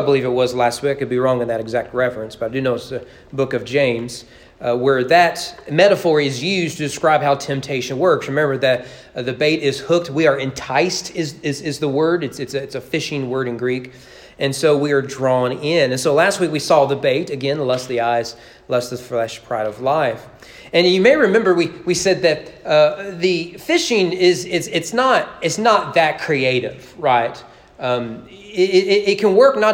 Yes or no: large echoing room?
yes